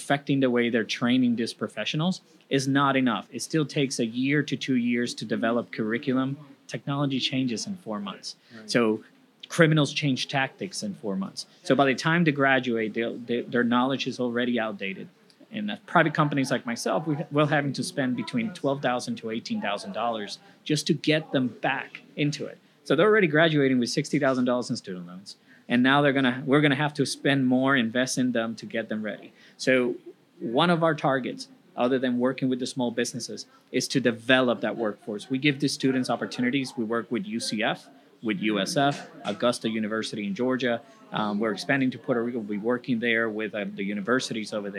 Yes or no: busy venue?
yes